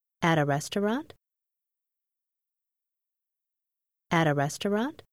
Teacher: Câu này được chuyển thành câu hỏi bằng cách lên giọng